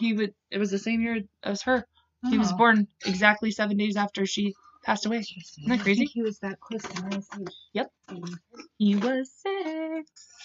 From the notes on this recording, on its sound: sorry for his babbling in the background